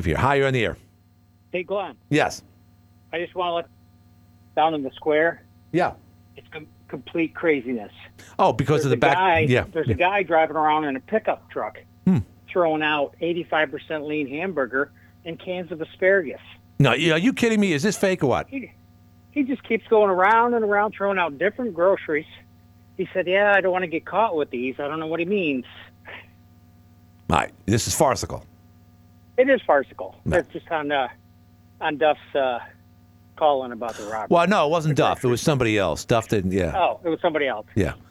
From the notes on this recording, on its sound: called